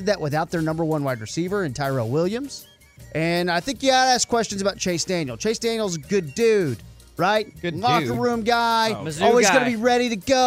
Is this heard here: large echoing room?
no